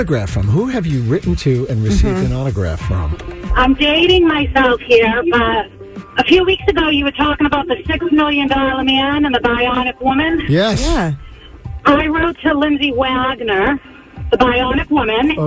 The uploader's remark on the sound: our MAGIC listeners called